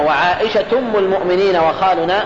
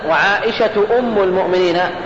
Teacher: فتكون الهمزة في أم همزة وصل لا همزة قطع · Shown in: first take